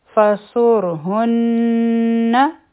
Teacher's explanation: او ها او نون به یو ځای شي او په نون مشدد به غنه وکړو